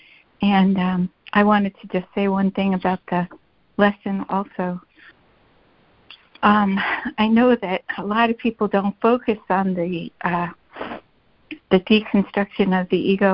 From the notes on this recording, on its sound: ACIM Daily Conference Call